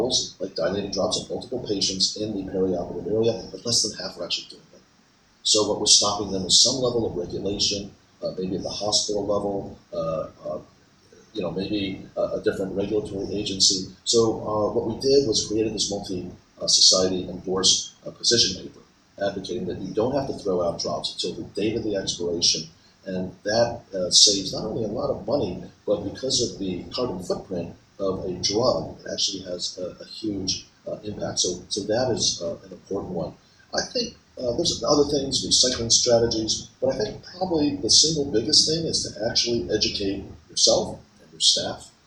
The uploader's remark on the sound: Recorded at ASCRS